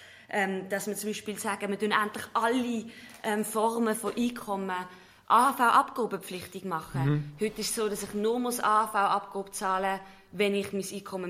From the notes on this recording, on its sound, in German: In einer «BaZ direkt»-Spezialfolge live aus dem Kantonsparlament in Liestal spricht sie über die bevorstehende Abstimmung.